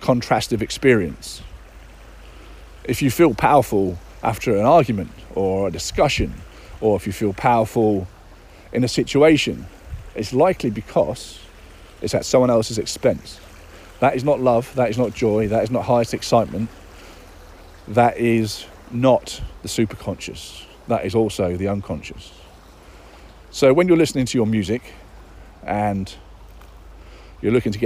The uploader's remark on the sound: Daily Download Episodes are short episodes which involve me getting into flow with my Superconscious and then just talking into my phone.